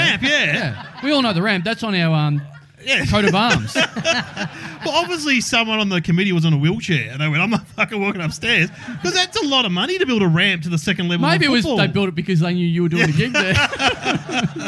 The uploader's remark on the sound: Live in Maryborough!